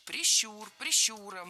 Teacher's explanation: Правильный вариант – прищур, прищуром, с ударной «у» во втором слоге.